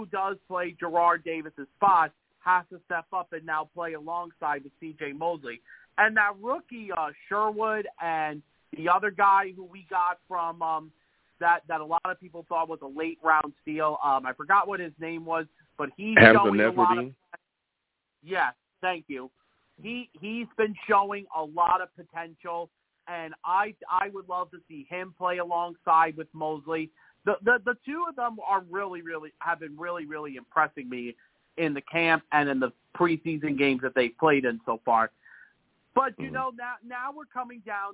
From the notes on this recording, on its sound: I also take live callers!